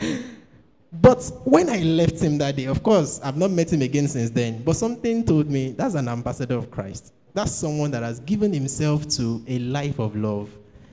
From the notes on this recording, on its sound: Preached at TAC Powerline District Youth Fellowship in 2015.